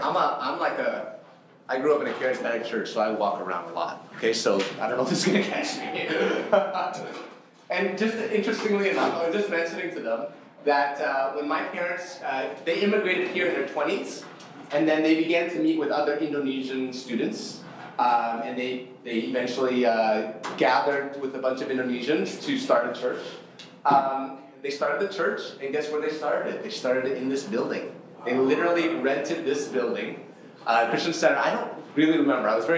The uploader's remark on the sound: This session was recorded at Our City Toronto 2023.